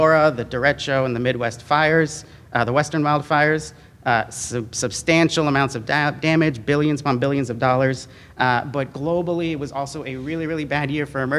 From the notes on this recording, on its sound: same audio was enhanced to allow listeners to hear audience questions